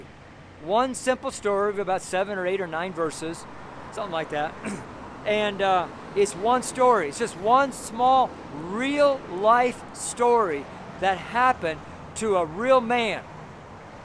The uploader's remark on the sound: The street sermon preached on the street here in Boulder, Colorado. It's the audio only, the video is on the network channel.